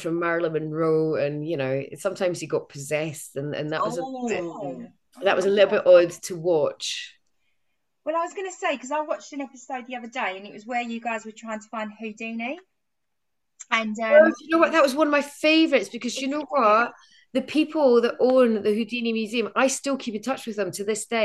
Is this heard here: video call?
yes